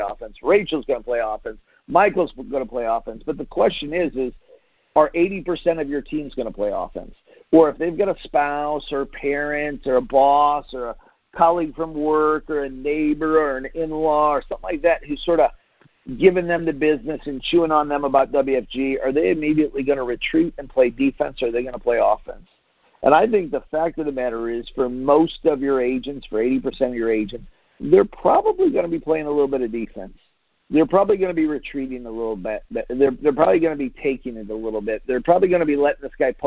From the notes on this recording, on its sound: Team Freedom conference call on 6/28/19.